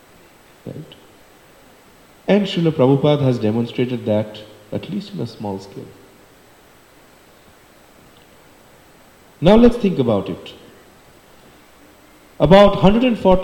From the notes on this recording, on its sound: For the Sunday Feast Lecture given on February 25, 2024 at the Hare Krishna Temple in Alachua, Florida. For the Sunday Feast Lecture given on February 25, 2024 at the Hare Krishna Temple in Alachua, Florida.